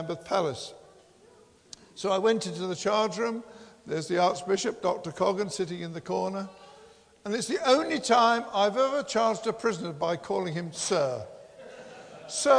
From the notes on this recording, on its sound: Christ Church, Bayston Hill (UK).